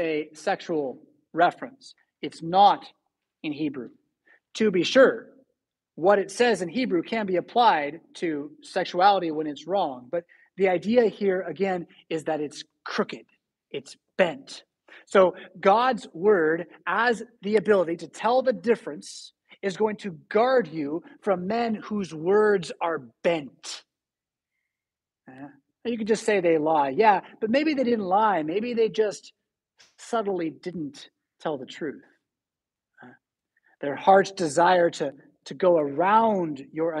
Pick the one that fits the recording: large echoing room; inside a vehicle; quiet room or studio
large echoing room